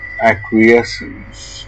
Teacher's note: Say acquiescence in secondary stressed bat vowel and follow with bit vowel, primary stressed bet vowel, and finish with syllabic end. · Term: Stress pattern